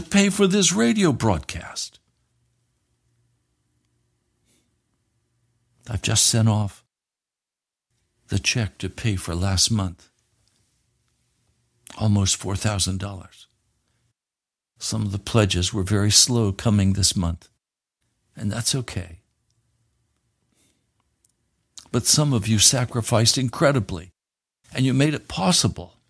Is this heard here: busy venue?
no